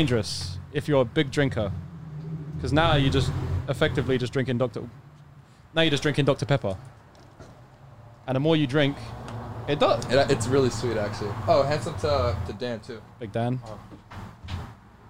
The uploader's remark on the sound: joins the boys in the truck